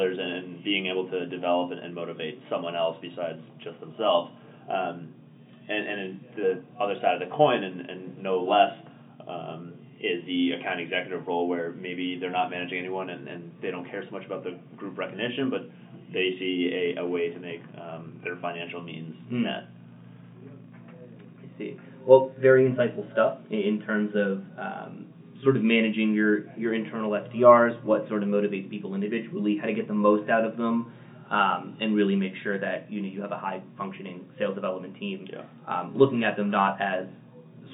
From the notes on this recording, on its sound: Please excuse the weird audio quality in this episode!